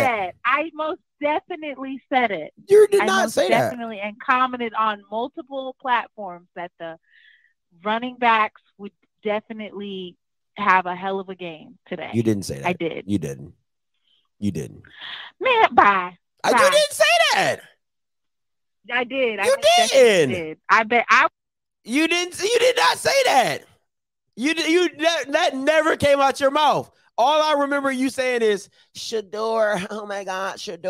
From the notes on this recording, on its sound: Jackson State Fans Call In Into the Channel